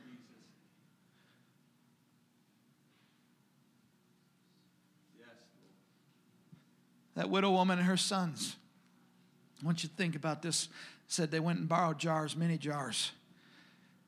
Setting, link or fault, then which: setting, large echoing room